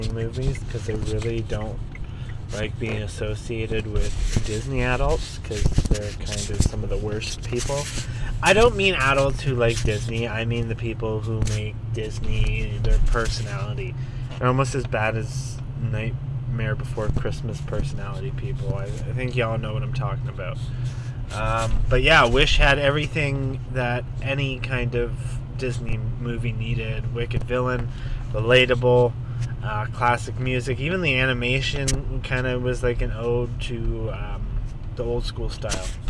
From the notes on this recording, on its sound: I collect on my voice recorder in my car while I'm commuting